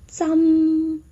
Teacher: 时间讲真的粤语发音。真实的真，粤语是沾沾滋啊嗯沾。不知道大家有没有留意到，在粤语里面，有时候韵母要慢一点，发得饱满一点，有时候韵母呢需要快速的通过。粤语里面真的韵母是安，是一个复韵母，但是在它啊的那部分我们需要快速的通过，然后结束音落在嗯上面。沾沾，前面我们用来做示范的那位歌手，他的发音犯了一个大错，他把真发成了闭唇音，变成了沾